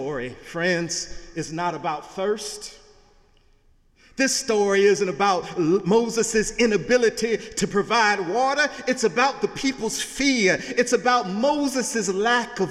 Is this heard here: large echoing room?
yes